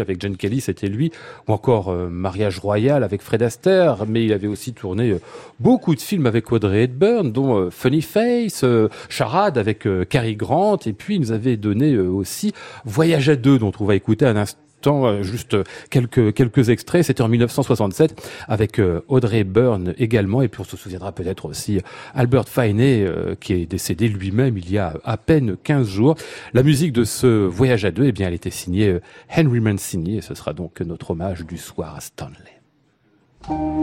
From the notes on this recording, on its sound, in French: En direct et en public depuis l'Hôtel Bedford